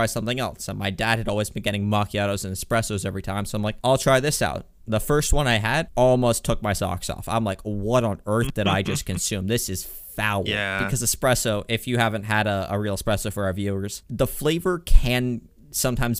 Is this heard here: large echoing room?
no